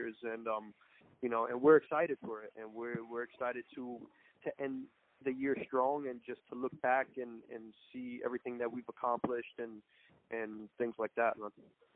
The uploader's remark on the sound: Media Teleconference Interview